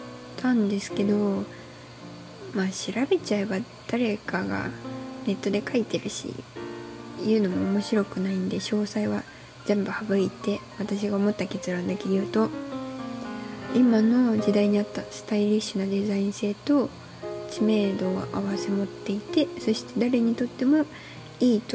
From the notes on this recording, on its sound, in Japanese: マイク買ってみたんですが、まだ調整上手く出来てなくて雑音うるさいです